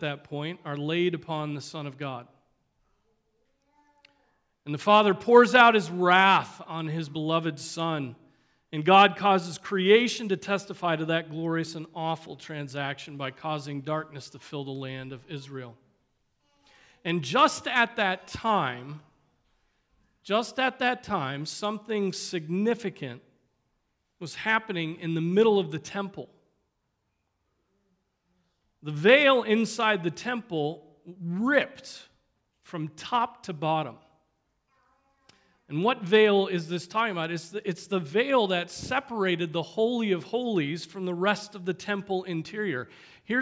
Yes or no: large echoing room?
yes